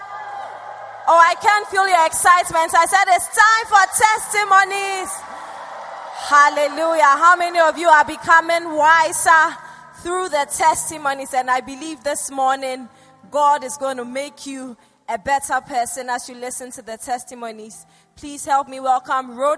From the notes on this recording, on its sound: Preached at the First Love Church.